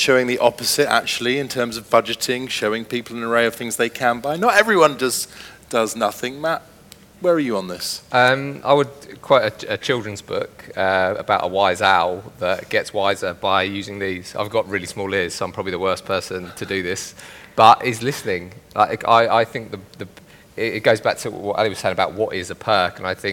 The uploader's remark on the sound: Speaking on the second day Elite Business’ live event.